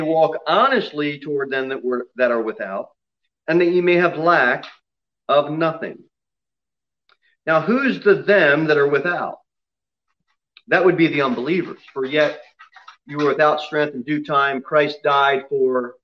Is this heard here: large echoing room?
yes